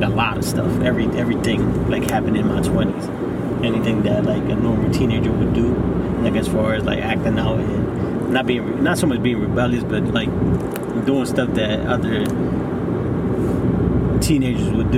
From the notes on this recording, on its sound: Were on our way to a wedding in Delaware, and I decided to record our conversation with intention of using the footage and audio sometime in the future.